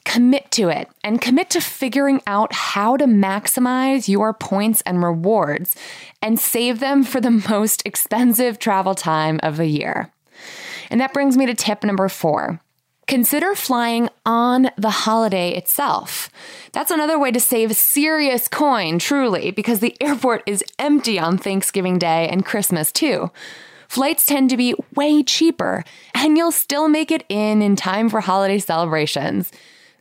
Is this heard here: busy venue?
no